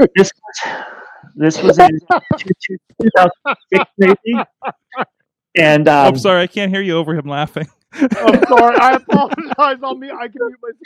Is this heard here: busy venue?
no